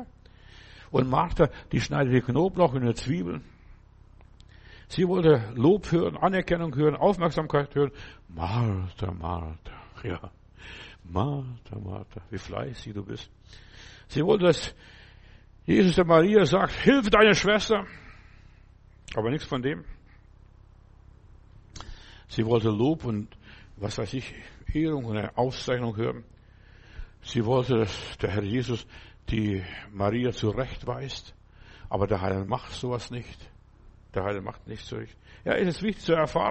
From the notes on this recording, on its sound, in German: im Gemeinde-Zentrum in Berlin aufgenommen